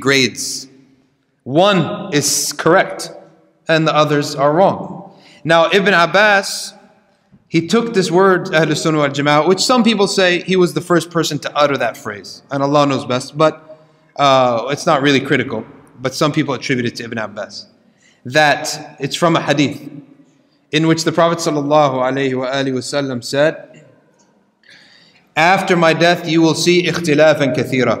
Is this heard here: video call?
no